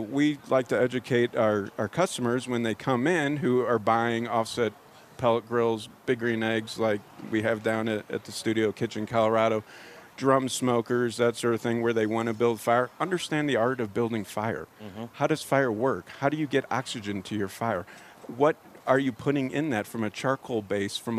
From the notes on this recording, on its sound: Live from Proud Souls Barbecue and Provisions Rib Competition! 2nd annual backyard rib competition!